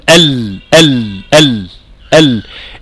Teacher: حرف اللام فيه انحراف، اللام بتنحرف فيه من مخرجها